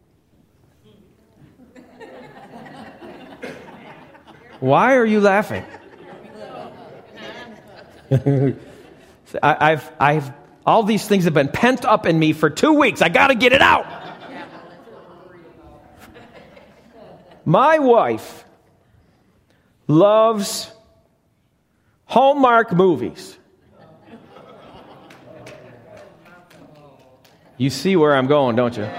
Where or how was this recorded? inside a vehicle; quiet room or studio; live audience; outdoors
live audience